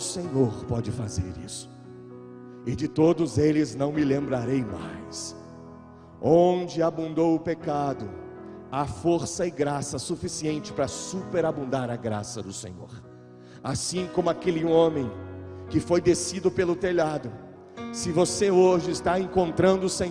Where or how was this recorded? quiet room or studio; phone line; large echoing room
large echoing room